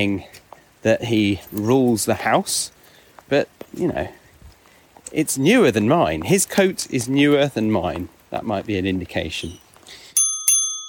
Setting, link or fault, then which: setting, outdoors